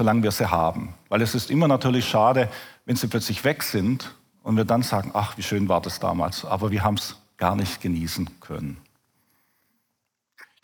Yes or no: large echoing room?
yes